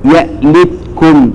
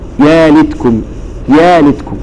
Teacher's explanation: الوجه الأول أن تقرأ بالهمز محققا فتقول يأليتكم